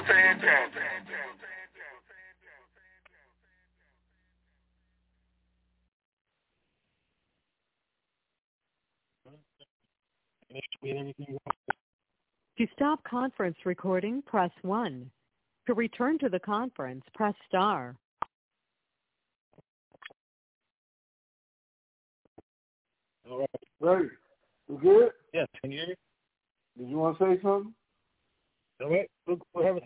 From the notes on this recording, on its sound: TNTSuperfantastic Conference Call.